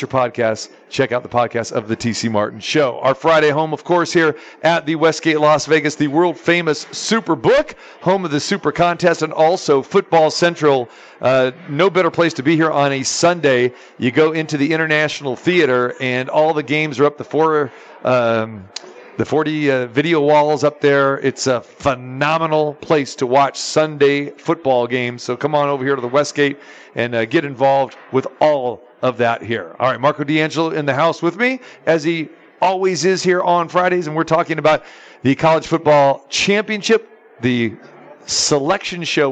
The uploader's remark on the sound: live from the Superbook at the Westgate